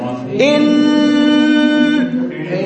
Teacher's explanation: يلقى مخرج ينخفض هاي الطبق شوفوه ينخفض راسا يجي يصعد منه يمر بالحجرات الرنينية ثم يخرج غنى عن طريق الخيشوم